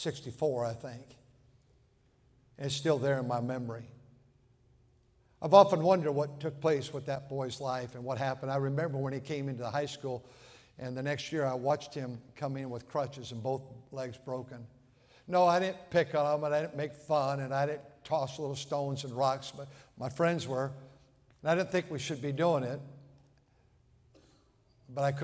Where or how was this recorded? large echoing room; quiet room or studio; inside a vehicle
large echoing room